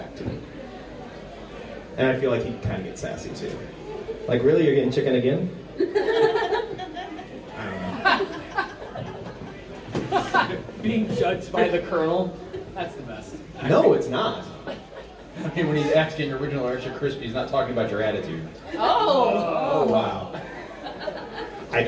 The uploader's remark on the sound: Live From Lodge Con